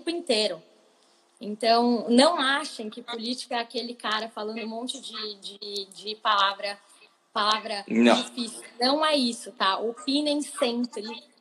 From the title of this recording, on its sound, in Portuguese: Live no Instagram